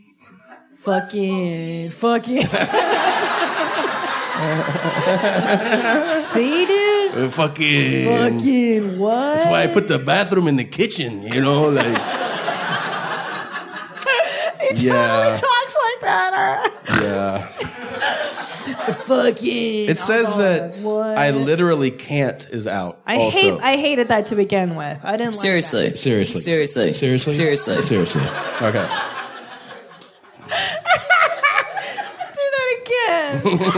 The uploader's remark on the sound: Live ValenTIMES from Pasadena. We brought our love to the Ice House for a live episode with a fiery, sexy crowd.